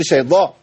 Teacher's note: بتمكن لمخرج الضاد وانت بتجيب الطاء، فتبقى ايه بين الضاد والطاء